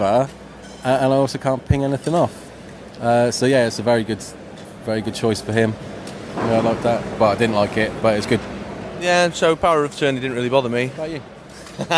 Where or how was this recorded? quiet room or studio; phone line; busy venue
busy venue